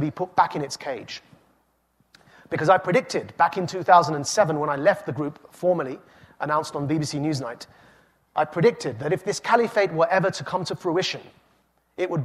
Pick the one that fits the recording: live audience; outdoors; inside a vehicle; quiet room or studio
live audience